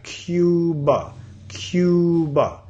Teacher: Nota que después del k, k, tenemos sonido y